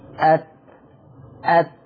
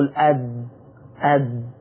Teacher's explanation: التاء تقبل مرور الهواء، ده بنسميه همس، والدال يحتبس عندها الهواء، وهذا المسمى بالجهر